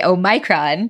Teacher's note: with Omicron, the vowel in the second syllable is stressed, and it's a diphthong, so it's very long